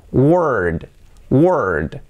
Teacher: Pero tiene que sonar esa D sonora. Que no sea word con una T.